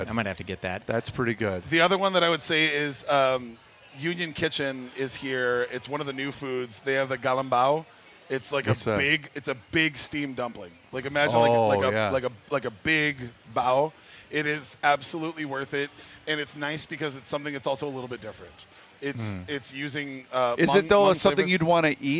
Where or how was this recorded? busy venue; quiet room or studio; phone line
busy venue